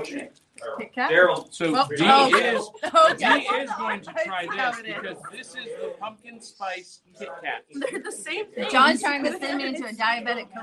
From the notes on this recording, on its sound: live at Smokey's Toys & Collectibles